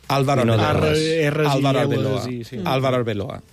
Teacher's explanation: Álvaro, el paladar, la llengua on el paladar és a dalt, i Arbeloa, la llengua torna a vibrar i llavors canvia a la L · Term: R intervocàlica